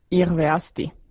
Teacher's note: Sanan alussa oleva h ei äänny ja r sorahtaa mukavasti ranskalaisittain.